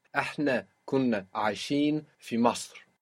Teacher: it's important to keep that في short. If you stretch it, I know you were probably just thinking through, no fi, but if you stretch it, it will sound like there is or there are, so you need a short fi.